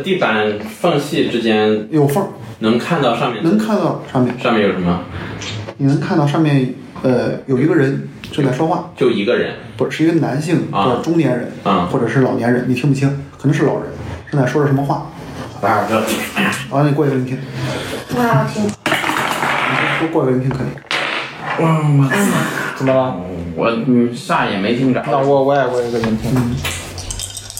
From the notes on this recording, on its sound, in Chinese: 因为这次跑团时录制的设备并不专业，再加上环境和大家散座的位置，音质会比较差，调试之后改善不大。